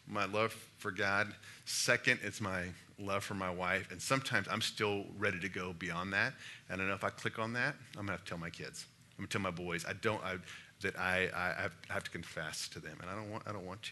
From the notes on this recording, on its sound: Listen to a live question and answer session, at the Watermark Fort Worth Campus.